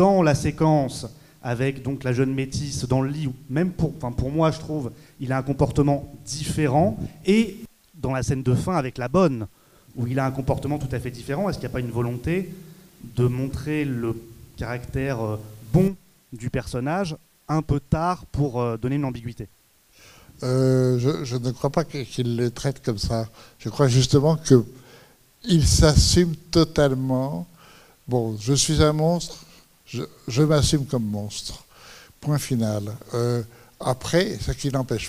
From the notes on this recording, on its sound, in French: suite à la projection du film le 21 octobre 2015 au Centre des arts d'Enghien-les-Bains